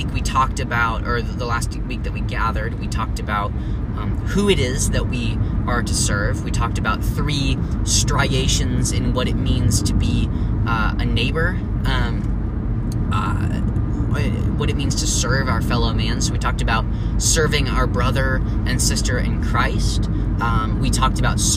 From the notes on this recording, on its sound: in the car